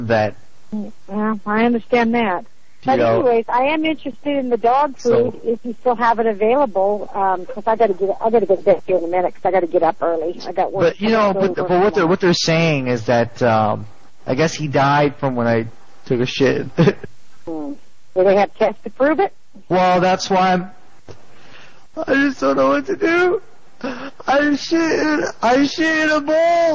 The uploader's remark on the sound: Prank Phone Calls